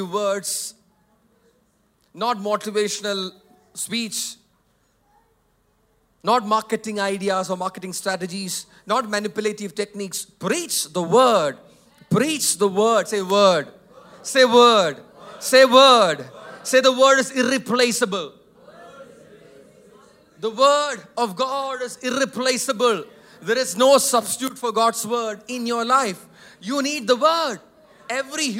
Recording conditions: large echoing room